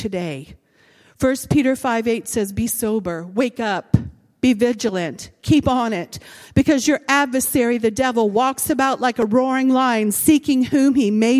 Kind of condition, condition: setting, large echoing room